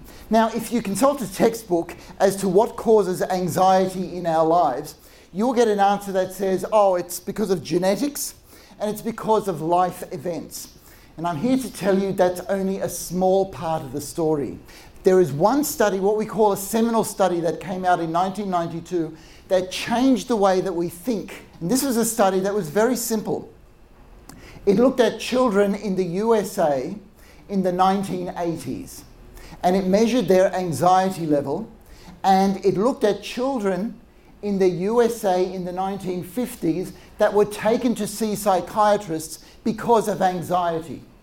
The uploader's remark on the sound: recording of a live lecture